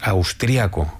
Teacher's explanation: En España normalmente decimos austriaco, con el acento prosódico en la segunda a